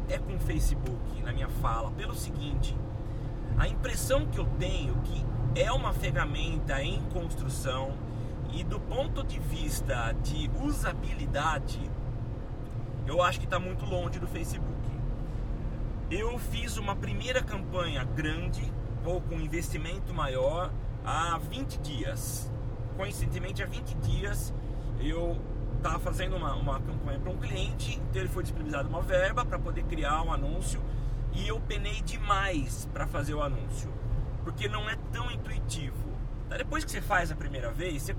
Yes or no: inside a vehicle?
yes